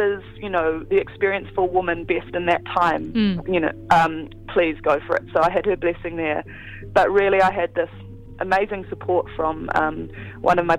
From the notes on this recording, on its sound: phones up for a kōrero